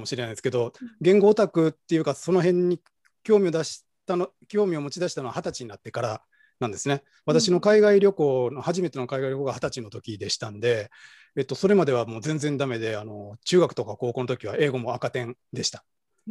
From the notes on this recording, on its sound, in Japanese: 収録場所：オンライン (Zoom)